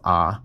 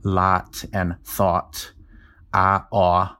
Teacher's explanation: So one thing that characterizes the Western vowel shift, and this is something that I do as somebody from New Mexico, the vowels in the words lot and thought for me are the same vowel. · Shown in: first take · When I pronounce them, they're both ah. · Term: merger of lot and thought